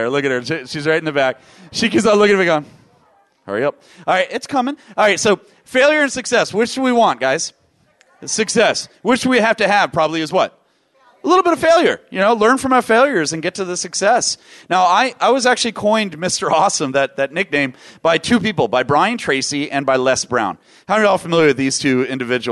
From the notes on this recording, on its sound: VoiceAmerica Talk Radio Live from NetMob Premiere™